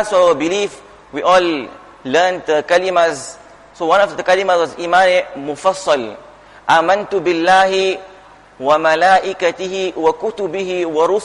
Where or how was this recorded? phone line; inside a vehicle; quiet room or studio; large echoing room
large echoing room